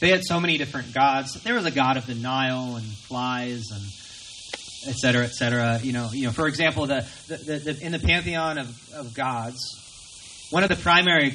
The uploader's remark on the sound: Recorded from our outdoor worship gathering.